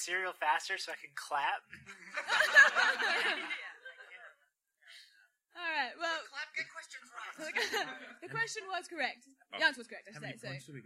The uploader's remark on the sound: Live at the Adelaide Fringe. Our first Live Episode of Adelaides Hungriest podcast. (Recorded at midnight). Filmed at the 2018 Adelaide Fringe.